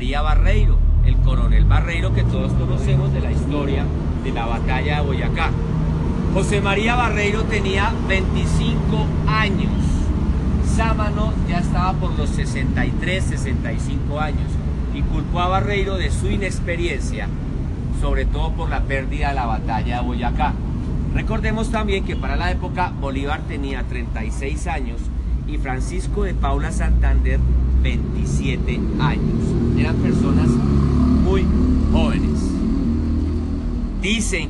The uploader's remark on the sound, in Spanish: Esta es la recopilación de los audios grabados durante el tour fantasma por el centro de mi ciudad Bogotá.